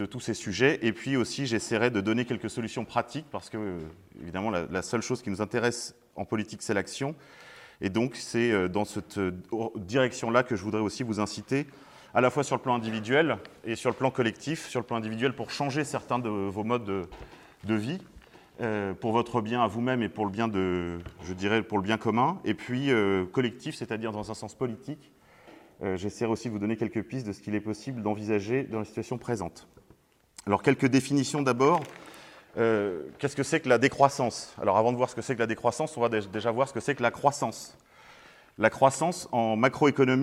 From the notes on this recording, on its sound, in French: Conférence donnée à l'université d'été catholique Academia Christiana lors du colloque "l'identité contre la nouvelle tour de Babel". À Sées - Normandie.